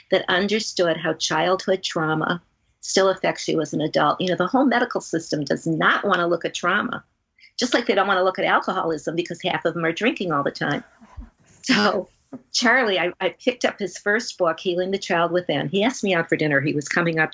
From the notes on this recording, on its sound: Met via Skype with Atlanta-based Cannabis-Advocate, Therapist, Author, and Consciousness Researcher.